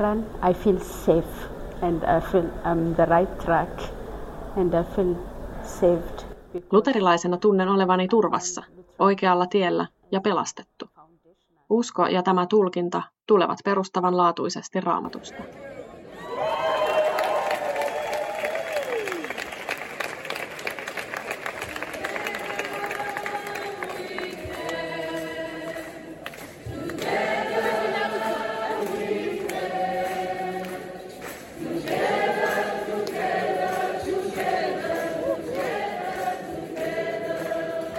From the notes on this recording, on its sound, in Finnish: Ohjelma on tehty Luterilaisen maailmanliiton yleiskokouksessa Puolassa.